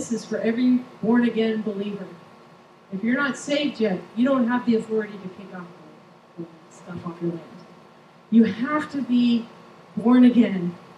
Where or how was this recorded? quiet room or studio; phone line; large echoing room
large echoing room